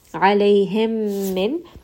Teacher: I am going to merge both of these meem together and bring it up into the nose with ghunna.